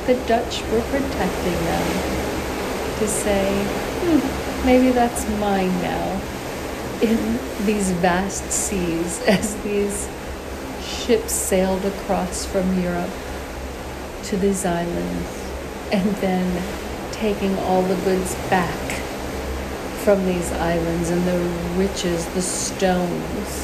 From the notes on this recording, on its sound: On Location Walk and Talk. Willemstad, Curaçao.